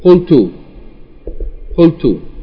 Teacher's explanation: the weak letter is deleted. And the vowel is changed from fatha to dhamma and it becomes qultu